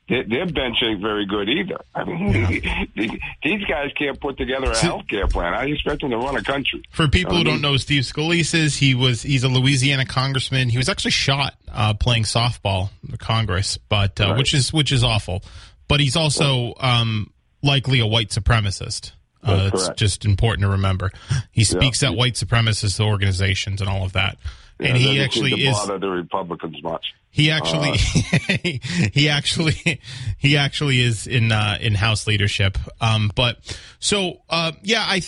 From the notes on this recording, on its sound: takes calls from the audience